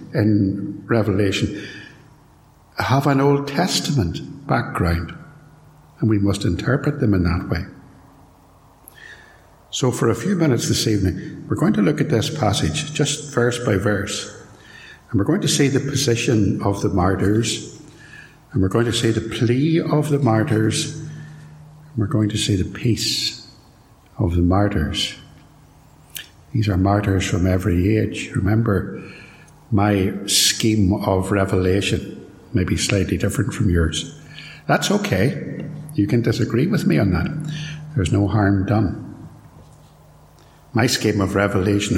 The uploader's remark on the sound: This sermon was recorded at Templepatrick Reformed Church